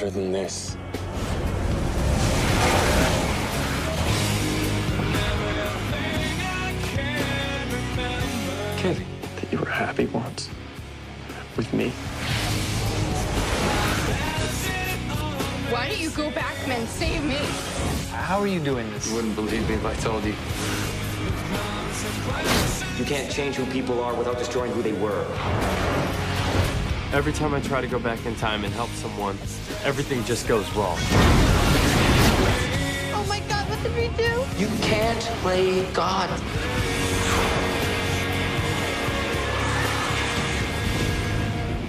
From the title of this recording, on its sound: Live at UD’s Halloween bash 2023